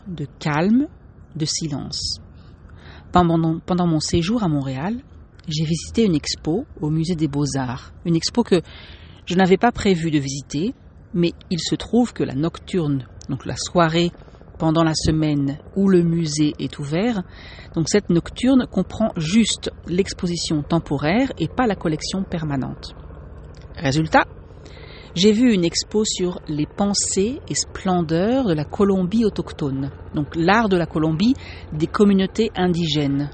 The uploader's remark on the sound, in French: Cette semaine, un épisode un peu atypique, en direct du Québec, enregistré sur mon téléphone et à l'extérieur.